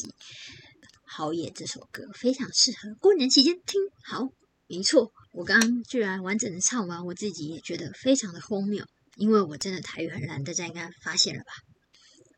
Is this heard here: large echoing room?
no